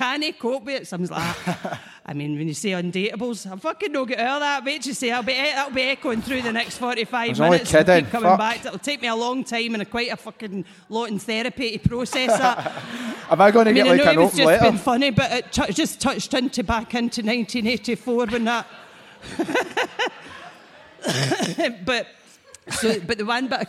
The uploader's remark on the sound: Live at St Luke’s. The first ever Blethered Live show at St Luke's.